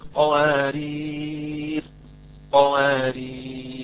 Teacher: عند الوقف قوارير حركتين عارض أو أربعة أو ستة قوارير قوارير ست حركات. طبعا هذه أيها الأخوات يعني موجودة في · Term: المد العارض